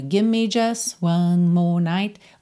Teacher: O T do just some completamente, né? E até o V do give me some um pouco